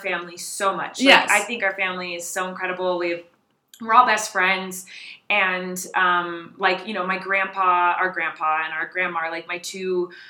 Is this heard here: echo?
yes